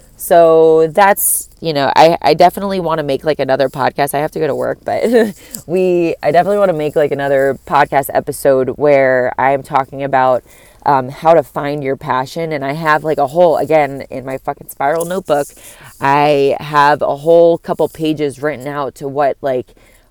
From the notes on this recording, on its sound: I’m sitting outside my work in my car recording it